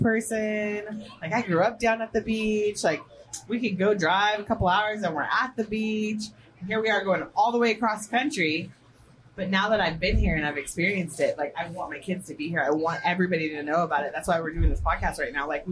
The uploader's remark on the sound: Head to Panama City Beach with the family for a little rest and relaxation. They record live from the beach on their balcony.